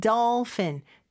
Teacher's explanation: doll, 어 발음에 더 가깝고 F 발음으로 fin 해주셔야 돼요.